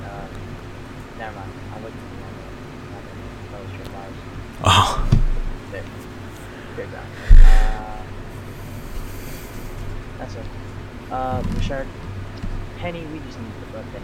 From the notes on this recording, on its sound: We apologize for the sound quality, we will work to improve this in our upcoming episodes.